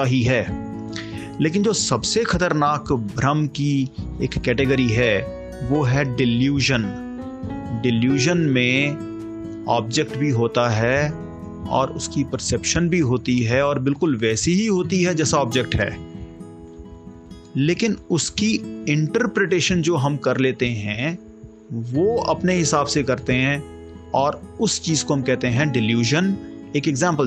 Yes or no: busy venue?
no